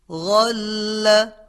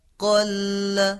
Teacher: حتما دقت کردید که در حرف غین مقداری کشش وجود داره، ولی در حرف قاف اون حالت وجود نداره. در هر 2 حرف نسبتاً درشت و پرحجم هستن، ولی تفاوت مقداری خراشیدگی و کششی است که در حرف غین وجود داره که در حرف قاف این حالت وجود نداره.